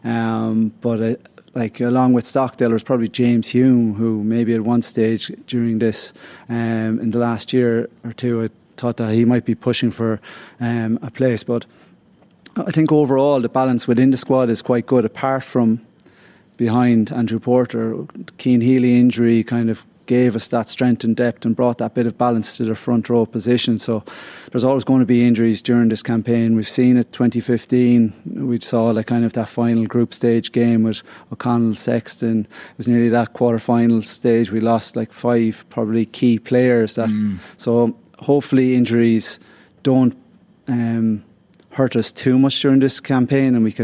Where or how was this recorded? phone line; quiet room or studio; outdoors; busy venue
busy venue